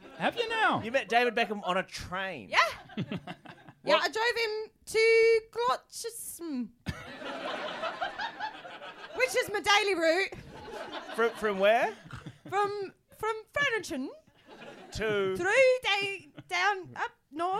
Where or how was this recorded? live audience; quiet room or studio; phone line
live audience